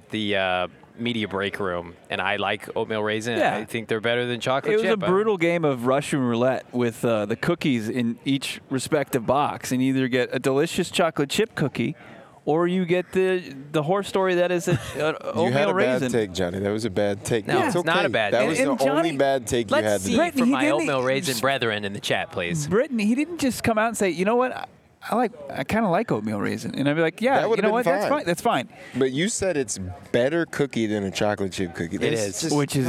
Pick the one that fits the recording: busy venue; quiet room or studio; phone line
busy venue